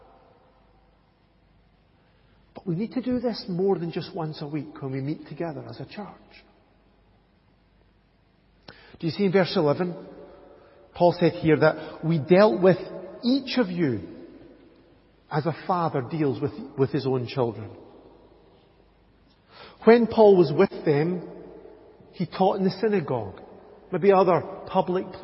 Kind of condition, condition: setting, large echoing room